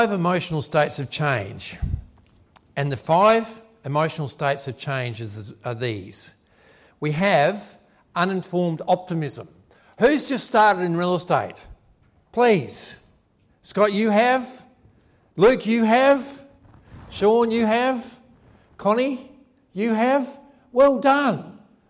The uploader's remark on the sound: A live recording from his ‘Success in Real Estate’ program.